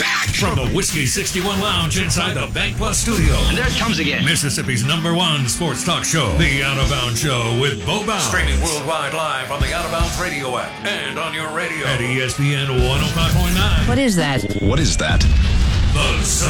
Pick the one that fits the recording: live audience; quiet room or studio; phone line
phone line